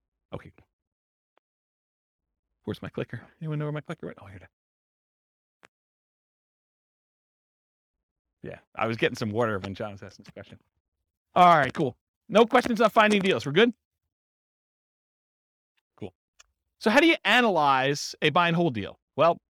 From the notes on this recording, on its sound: This was a live class recorded